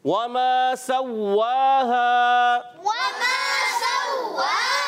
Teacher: واو کی ادائیگی ہونٹوں کی گولائی سے میم الف زبر ما عرف مدہ ایک الف کھینچ کر ادا کریں گے.